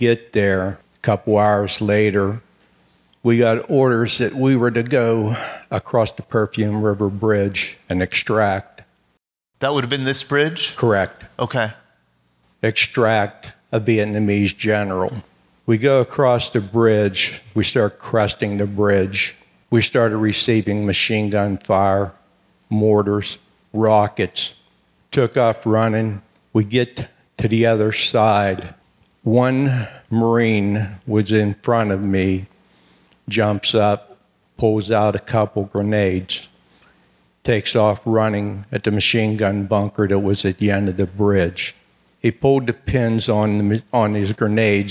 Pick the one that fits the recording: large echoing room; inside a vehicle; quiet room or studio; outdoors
large echoing room